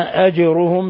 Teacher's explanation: تقلقل بمعنى الحركة والاضطراب، وهذه قلقلة صغرى